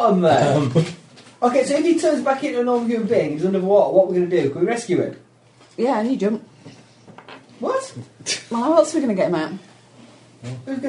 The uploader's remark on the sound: Recorders go crazy again but thankfully paranoia means that the game is not lost.